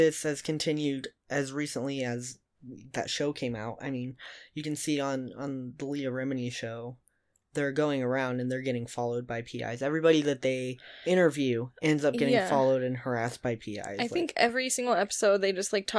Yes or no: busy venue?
no